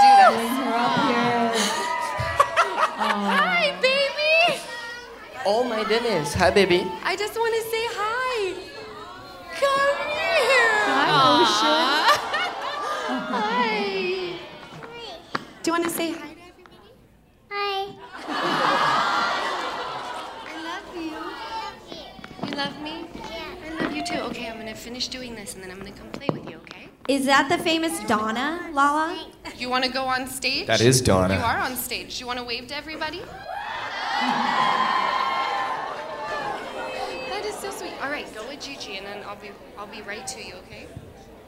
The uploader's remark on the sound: Live From The Improv